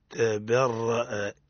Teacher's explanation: نعم هناك حكم الراصد أحسنت من قوله تعالى إذ تبرأ الذين نحن نعلم كما نعلم أخذنا الراء المتحركة بالحركات الثلاثة أرى أرو ري، وقلنا متى ترقق إذا كانت متحركة بالكسر ري، وتفخم فيما عدا ذلك يعني في المفتوحة والمضمومة. إذن تبرأ متحركة بالفتح حكمها التفخيم، تقرأ هكذا تبرأ، إذ تبرأ بعدها كذلك ورأوا كذلك تكررت وتقطعت بهم الأسباب.